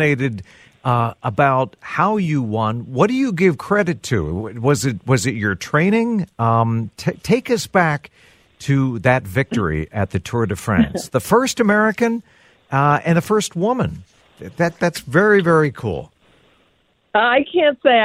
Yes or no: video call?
no